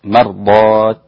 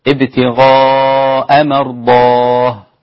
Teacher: عند سائر القراء بالتاء، إذا وقفت على مرضات هكذا مرضات، ولكن الإمام الكسائي وقف عليها بالهاء · Shown in: second take · الإمام الكسائي وقف عليها بالهاء، فإذا قال ابتغاء مرضاه، طب